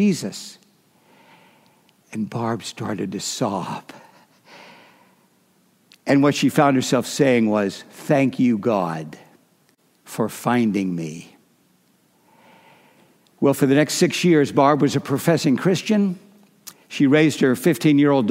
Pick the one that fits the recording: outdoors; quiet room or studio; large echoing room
large echoing room